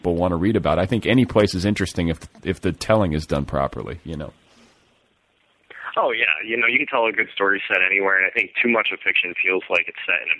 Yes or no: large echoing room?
no